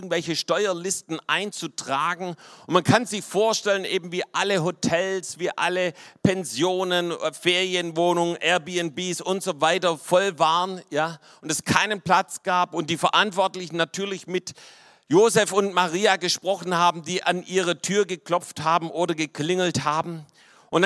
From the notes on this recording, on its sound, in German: vom Weihnachtsgottesdienst am 24.